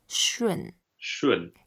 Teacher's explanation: that's a fourth tone, so we go down